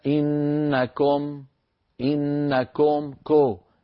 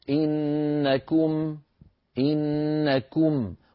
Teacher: يريد الطيبي أن يقول: إنني عندما أقول مثلا إنكم إنكم كو بضمة ناقصة بضمة مخلوطة بفتحة، ولا أضم شفتي ضما كاملا · Shown in: first take